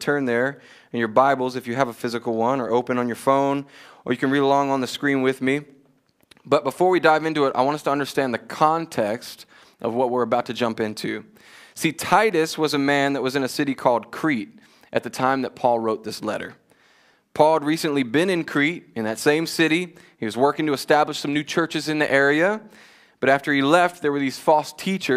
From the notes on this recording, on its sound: Join us for a new teaching live from Covenant Church!